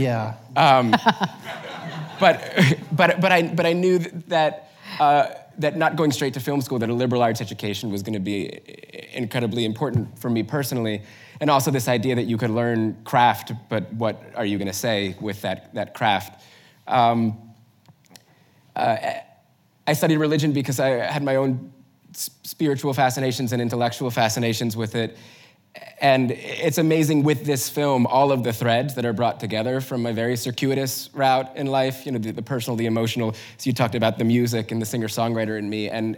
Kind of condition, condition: setting, live audience